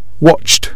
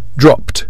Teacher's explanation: The T sound for verbs ending in unvoiced consonant sounds.